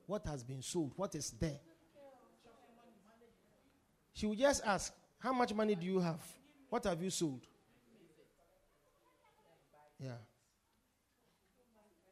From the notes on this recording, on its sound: Preached at the Supernatural Encounter Service - The Poimen Church- HQ.